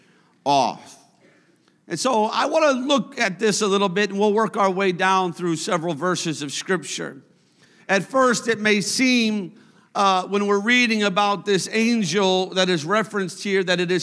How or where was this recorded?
large echoing room